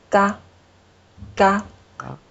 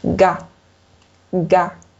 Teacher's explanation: 我要阻碍气流，喉咙要收紧，然后舌位要向上，这样的话会把气流挡住 · Shown in: second take